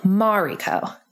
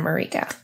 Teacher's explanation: Eastern names, in Japan, tend to have an emphasis on the first syllable. · Shown in: first take · So Mariko instead of Mariko.